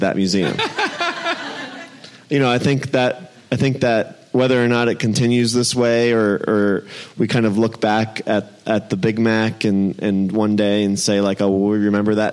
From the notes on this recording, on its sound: At Slow Food Nations 2017. Share their experiences with the audience.